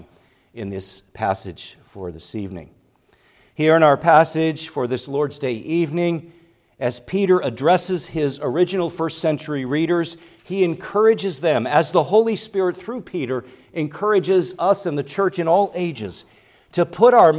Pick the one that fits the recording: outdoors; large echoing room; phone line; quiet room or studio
large echoing room